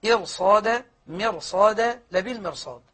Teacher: تفخم الراء لماذا؟ لأن الراء الساكنة المسبوقة بكسر وبعدها حرف استعلاء حرف الاستعلاء أقوى من الكسر. نعم. فيجذبها إلى التفخيم